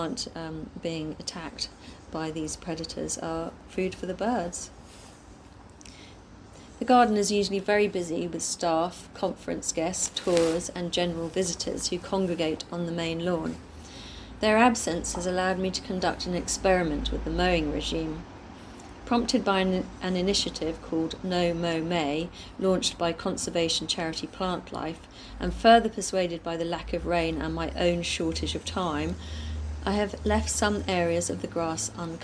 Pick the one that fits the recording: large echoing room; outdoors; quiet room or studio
outdoors